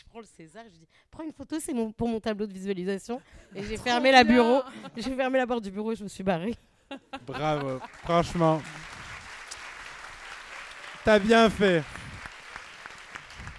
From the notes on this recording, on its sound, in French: enregistré pour la première fois Absolument Fabuleuses en public, au théâtre du Grand Point Virgule